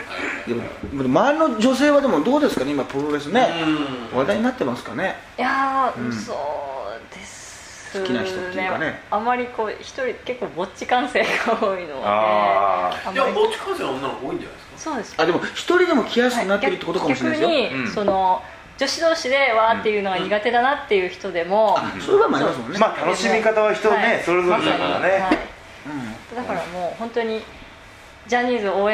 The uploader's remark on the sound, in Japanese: 終了後に下北沢のカラオケボックスで緊急収録を敢行!!今回の音声には、バックに若干ノイズ音が入っており、聞きずらい点がございます。